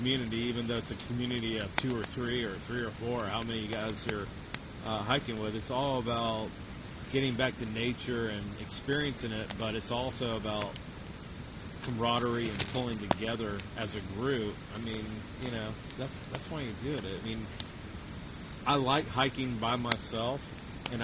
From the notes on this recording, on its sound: Recorded at a remote campsite on the Chattooga River